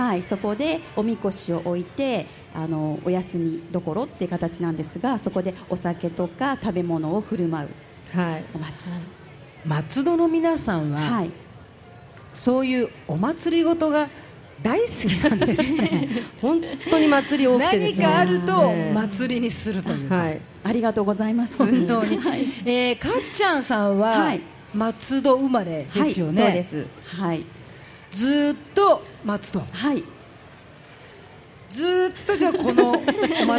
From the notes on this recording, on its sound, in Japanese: 今回は録って出しです。松戸まつり2日目に、伊勢丹通り特設会場で公開収録を行いました。沿道の親子のスパイシーパスタを交換しにしに行ったりのハプニングもあり、楽しい公開収録でした。